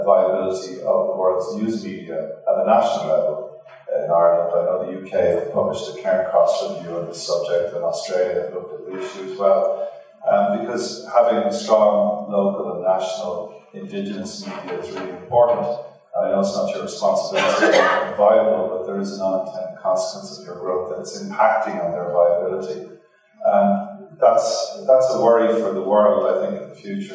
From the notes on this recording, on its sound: Apologies for audio quality.